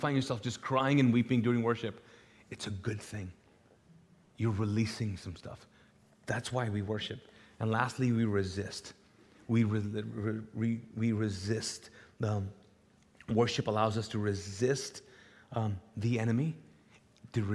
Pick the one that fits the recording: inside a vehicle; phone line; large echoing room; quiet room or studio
large echoing room